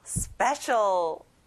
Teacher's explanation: 특별한 special. 스페에 강세를 넣어보는 거예요